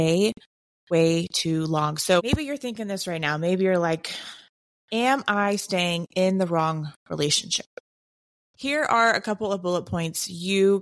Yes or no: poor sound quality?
no